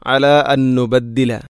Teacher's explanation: അല അൻ നുബദ്ദില, ഇവിടെ അൻ സുക്കൂനുള്ള നൂനിന് ശേഷം വീണ്ടും നൂന്. അപ്പോൾ ഒന്നാമത്തെ നൂനിനെ രണ്ടാമത്തെ നൂനിലേക്ക് ഇദ്ഗാം ചെയ്യുന്നു.